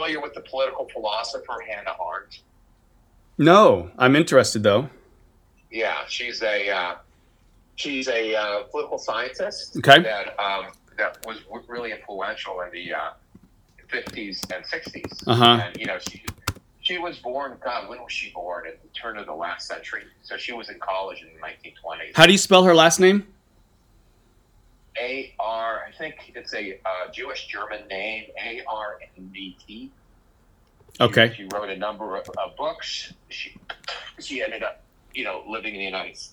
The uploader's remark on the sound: This is a phone conversation I had with a new friend. Note, the sound quality was not the greatest.